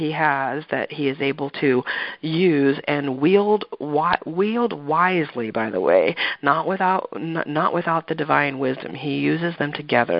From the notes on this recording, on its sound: Mystical France Pilgrimage Teleconference 2.